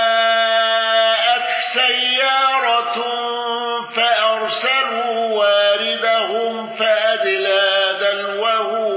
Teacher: ابن كثير بصلة ميم الجمع وصلة هاء الضمير